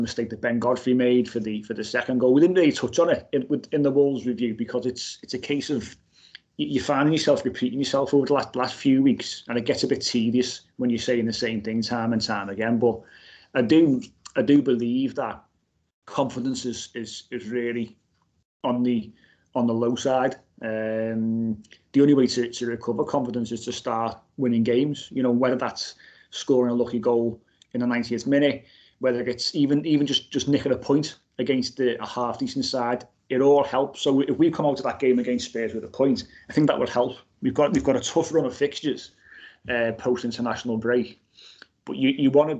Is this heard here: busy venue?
no